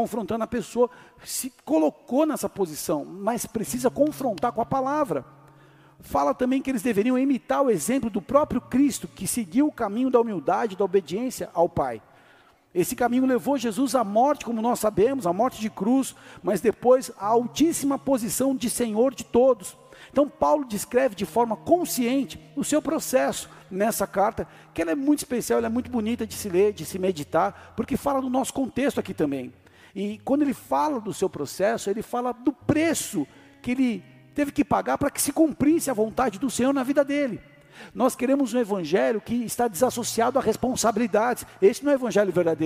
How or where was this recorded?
large echoing room